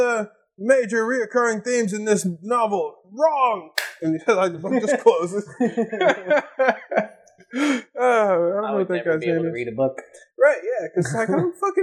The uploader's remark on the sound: This episode was one of the first we recorded, so please be extra forgiving of the sound quality.